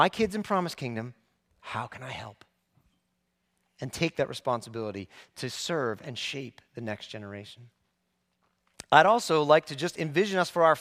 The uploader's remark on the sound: preached this sermon at Covenant Fellowship Church on September 24, 2023